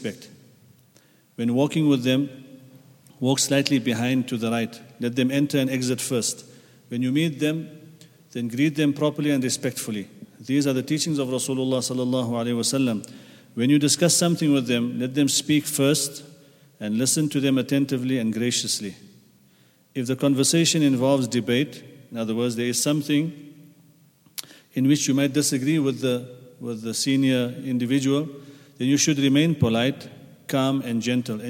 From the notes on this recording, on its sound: at the Houghton Masjid (West Street)